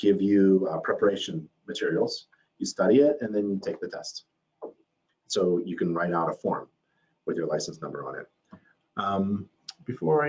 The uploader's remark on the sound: Video recording of a webinar. Video recording of a webinar.